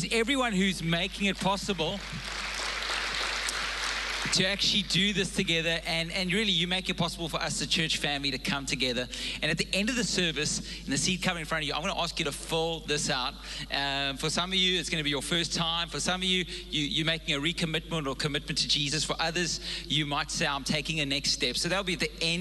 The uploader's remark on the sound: Recorded live on Sunday the 15th April 2022